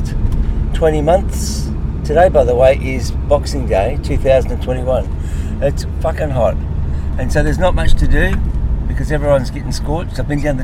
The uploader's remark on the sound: This audio is all recorded in my 2004 VW T5 Transporter Van.